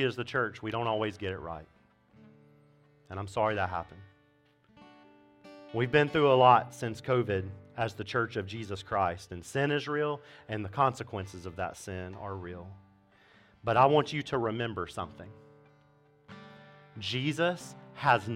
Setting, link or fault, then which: setting, large echoing room